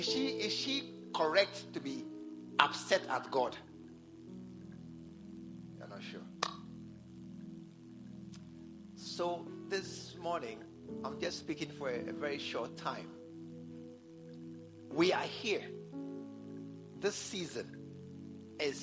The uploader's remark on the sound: at the SAT service, True Vine Cathedral, Bantama